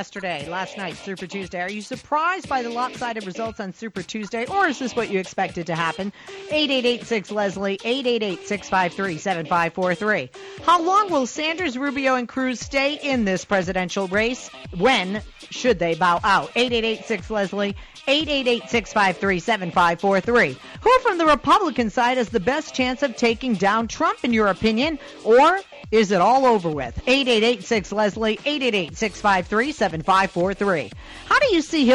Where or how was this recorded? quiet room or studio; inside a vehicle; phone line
phone line